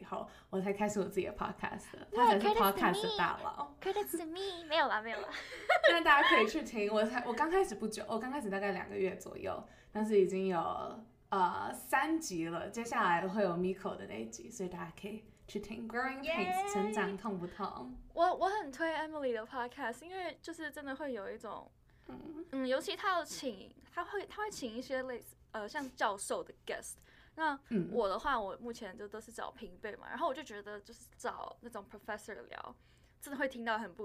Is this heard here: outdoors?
no